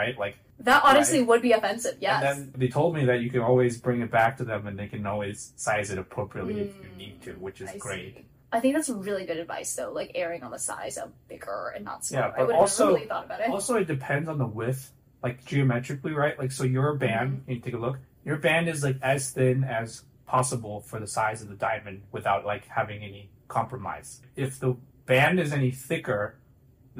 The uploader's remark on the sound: the mics stopped working (sorry in advance for the audio this week)